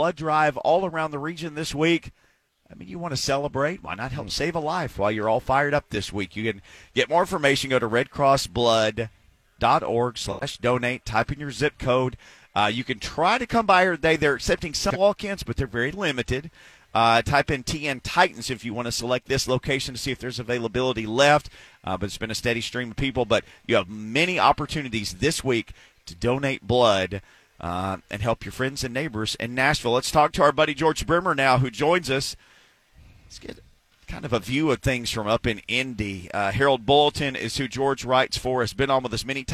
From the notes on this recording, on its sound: Live at the Titans Blood Drive with the Red Cross.